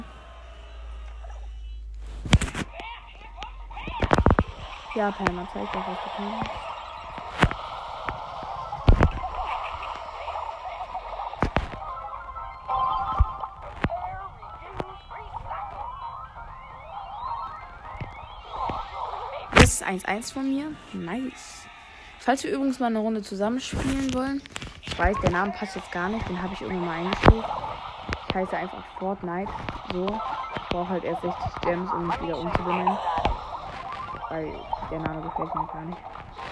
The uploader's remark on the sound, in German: Der sound ist noch schlecht ich weiß.